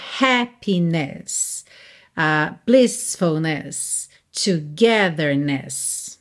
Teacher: Em happiness, a sílaba tônica continua sendo a primeira. Mas agora você tem uma última sílaba que também tem ali o seu peso